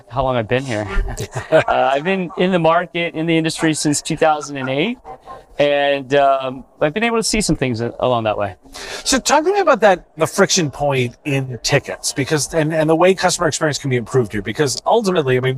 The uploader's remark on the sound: This was recorded at IT Nation Connect 2023.